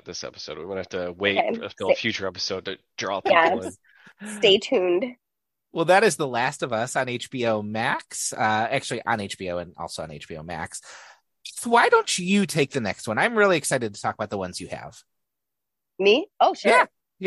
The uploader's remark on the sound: Recording via Zoom. Bear with us as we figure out our individual recording levels and the technology.